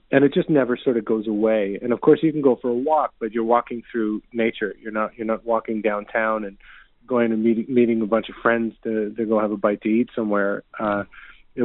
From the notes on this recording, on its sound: called